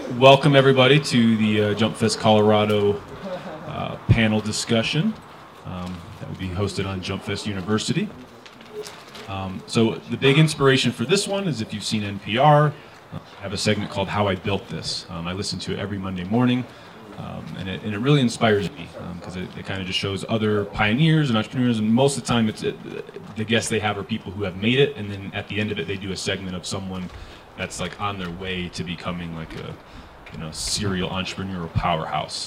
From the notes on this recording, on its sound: JumpFEST 2018 Panel Discussion. A panel discussion from the parkour event JumpFEST 2018.